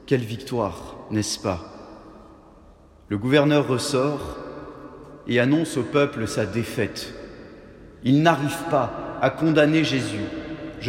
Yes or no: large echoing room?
yes